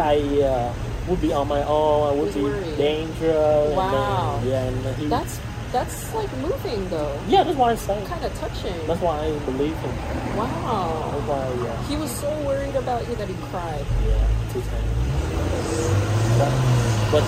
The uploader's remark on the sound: They chat outside a coffee house in Long Beach.